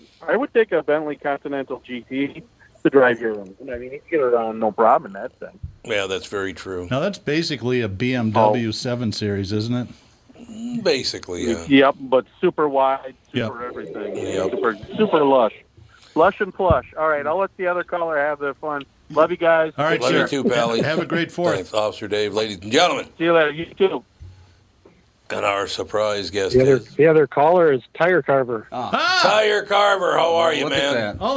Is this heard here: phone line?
yes